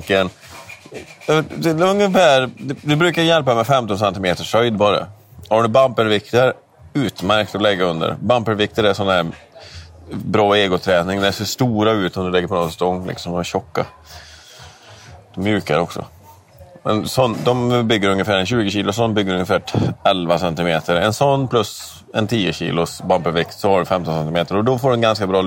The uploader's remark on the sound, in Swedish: Specialavsnitt på Olssons Bazar. Med pizza & några bärs. Vi ber om ursäkt för ljudet men det är svårt att kontrollera allt som händer runt omkring oss i en restaurangmiljö.